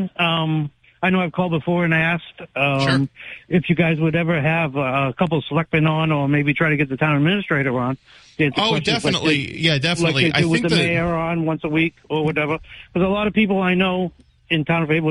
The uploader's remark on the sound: takes calls from the audience